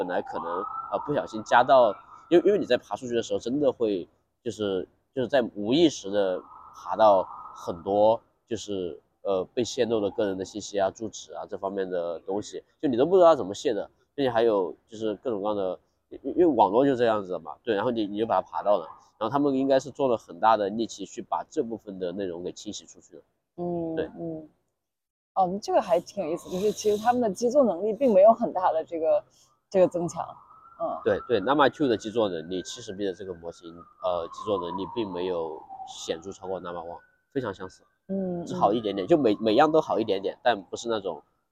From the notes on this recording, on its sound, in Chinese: 是在ICML 2023 International Conference on Machine Learning, 国际机器学习大会 的现场录制的。这次在室外录制，嘉宾还在生病，不免有些杂音。